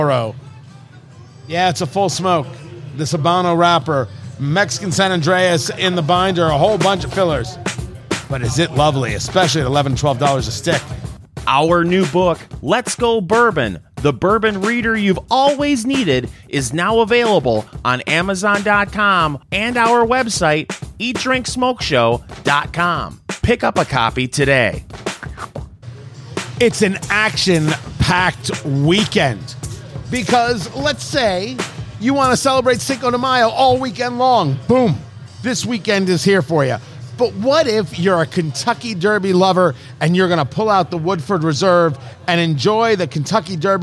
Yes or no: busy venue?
yes